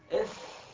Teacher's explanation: الفاء ليست حرفا فمويا، هي حرف شفوي